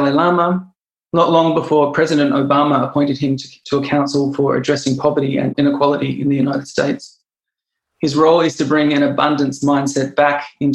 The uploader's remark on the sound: This chat was recorded live as a webinar for SOCAP, a global impact investment summit that takes place annually.